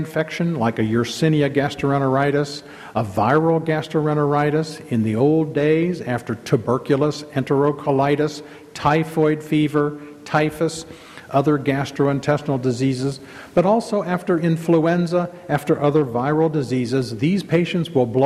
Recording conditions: live audience